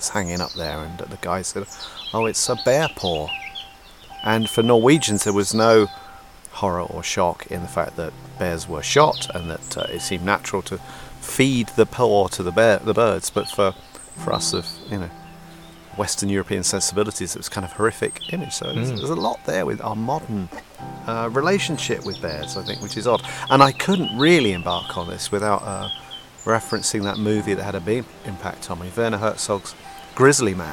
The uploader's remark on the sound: recordings from in the field in Asturias, northern Spain, amidst the mountains, screes, meadows and forests of biologically-rich Somiedo Natural Park